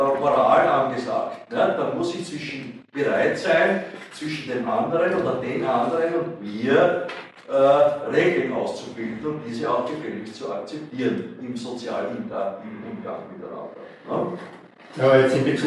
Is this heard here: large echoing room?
yes